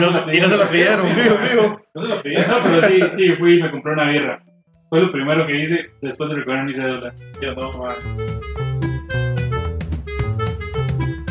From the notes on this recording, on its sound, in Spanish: estamos perfeccionando nuestro estudio para tener un audio mas profesional el proximo capitulo